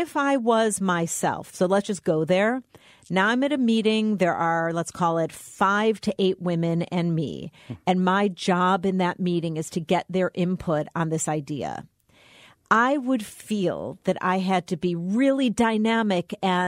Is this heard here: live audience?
no